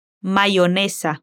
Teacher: no pronuncia la Y con sonido de sh, sino como si fuera una I